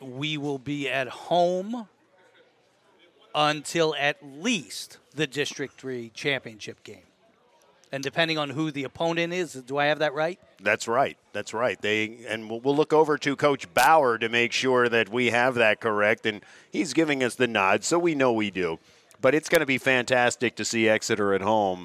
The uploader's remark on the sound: Live At The Reading Liederkranz. Where we held a celebration of a successful regular season for The Exeter Eagle football team.